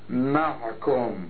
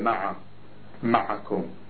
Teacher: بعضهم يقول: معكم، يسكن العين، معكم، مع، وبعضهم يفتح العين يقول مع، معكم